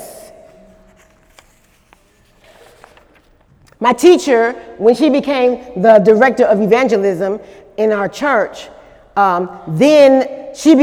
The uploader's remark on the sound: During Sunday morning service on February 25, 2018